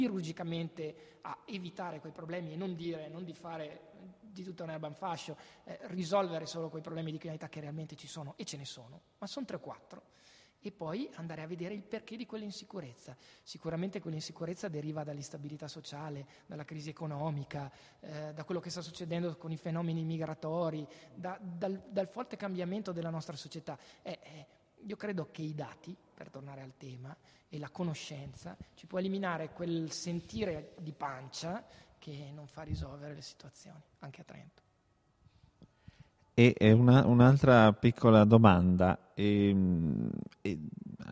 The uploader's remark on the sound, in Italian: In diretta dal settimo piano del Teatro Sociale per scoprire l’edizione 2018 di TEDxTrento